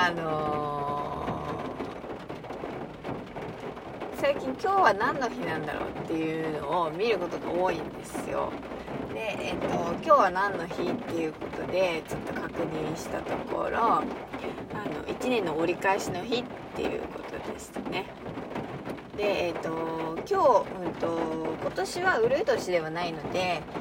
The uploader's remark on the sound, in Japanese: 今日は朝から雨音が賑やかで車の中スタジオも楽器のようだなぁ